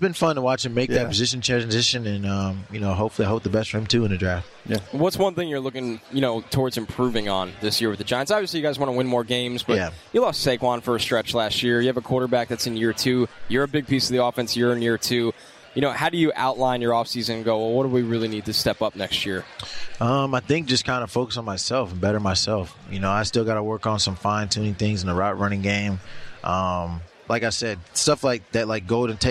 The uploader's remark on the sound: Wild Interviews From Miami. Back on radio row.